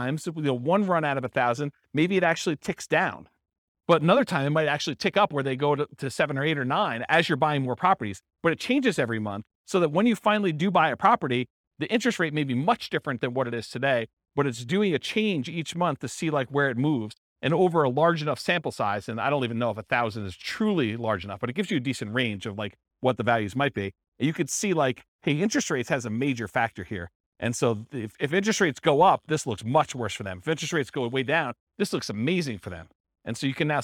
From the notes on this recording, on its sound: This was a live class recorded